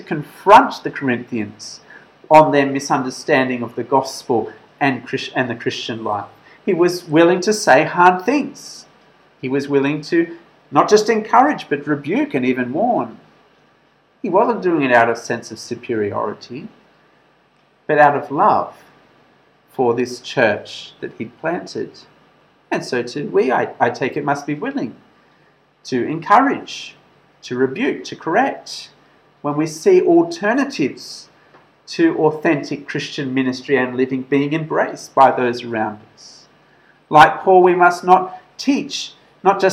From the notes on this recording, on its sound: This sermon was preached at St George's Church, Penang on 29th September 2021.